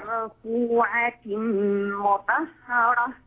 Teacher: انتبهي للراء المفخمة لا ترققيها · Term: الراء المفخمة